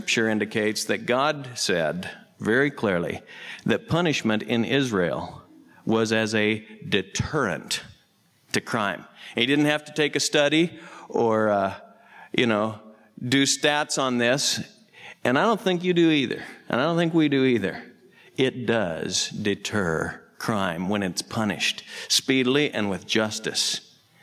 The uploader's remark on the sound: Southwest Bible Church in Beaverton Oregon